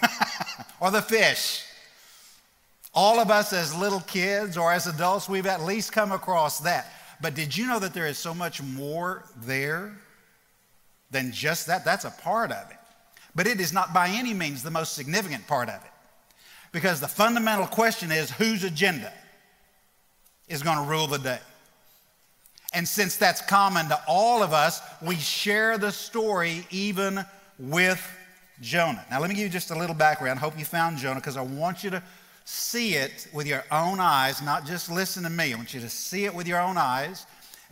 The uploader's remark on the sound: Recorded live at The Fellowship at Mt Juliet on July 21, 2019.